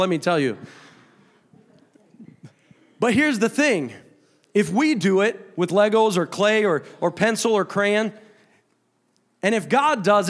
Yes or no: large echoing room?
yes